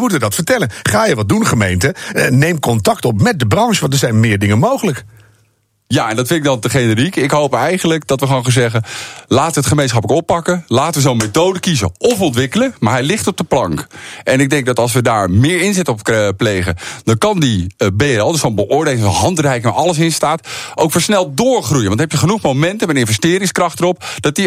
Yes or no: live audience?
no